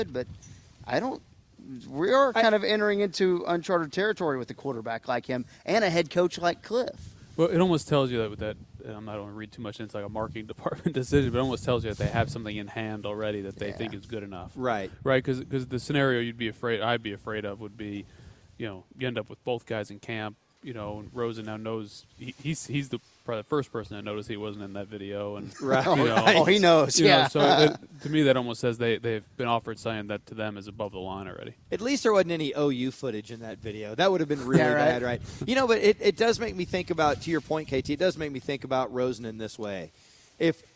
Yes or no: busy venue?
yes